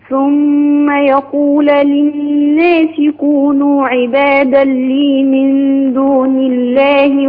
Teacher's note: اللام مشددة ما بتقفش عليها كتير هو زمن بسيط جدا